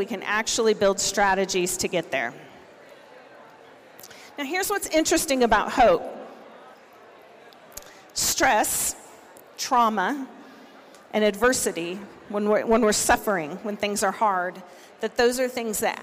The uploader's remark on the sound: Recordings from the 2022 Siksika Health Fair.